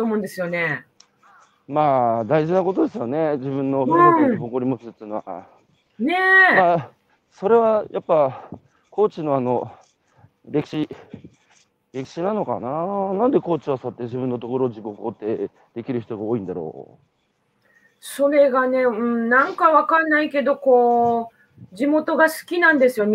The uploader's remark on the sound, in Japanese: 歩きながら1時間、対談する。